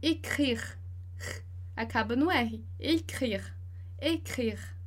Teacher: E veja que esse último e, ele não tem acento, então ele não é pronunciado. Então, écrire, acaba no R.